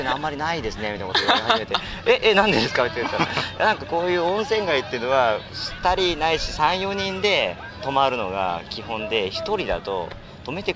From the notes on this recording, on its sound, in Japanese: 多摩川からお送りします。急遽多摩川にメンバーが終結。川辺で盛り上がった爽やかトーク。